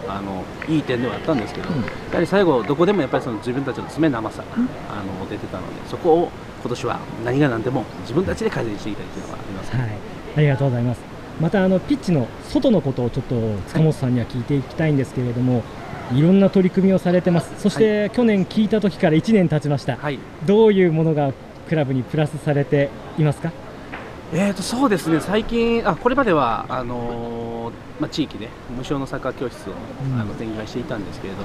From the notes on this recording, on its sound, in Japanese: 京都サンガFC対長野パルセイロのあとに行われたミックスゾーン取材で録音した。